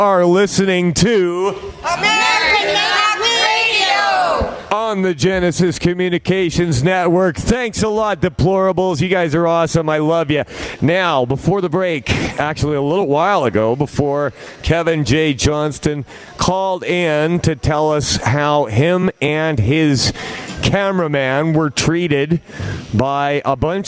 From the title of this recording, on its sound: Live from Edmonton - The Million Deplorables March!